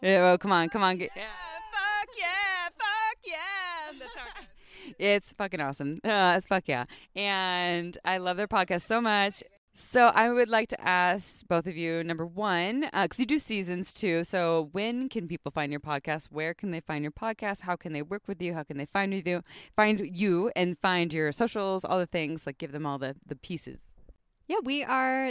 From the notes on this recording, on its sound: It was recorded by four badass podcasters poolside while sipping wine in bathing suits, but also because we all had to share one mic!